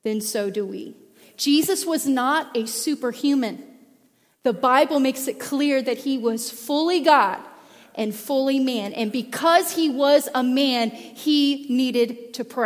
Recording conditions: large echoing room